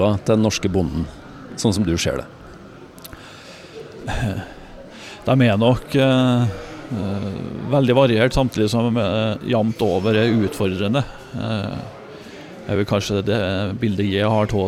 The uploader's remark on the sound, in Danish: Live fra Domus